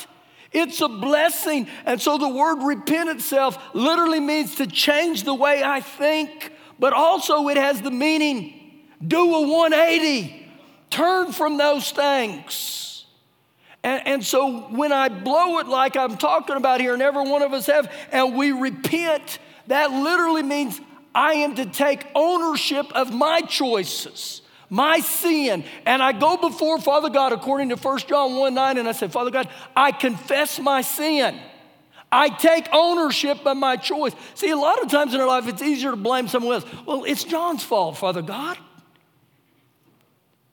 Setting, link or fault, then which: setting, large echoing room